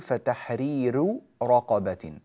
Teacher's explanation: كلمة تحرير مرت بنا في التلاوة أكثر من مرة، والراء هنا مرققة لأنها مضمومة وقبلها ياء ساكنة، ياء مادية ساكنة، فنقول فتحرير رقبة. ننبه إلى ترقيق راء فتحرير مع عدم تأثر راء رقبة